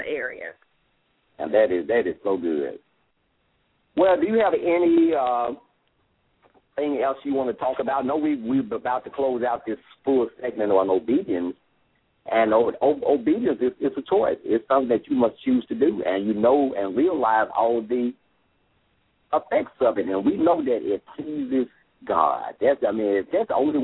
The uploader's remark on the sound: LML uses a progressive live call in format.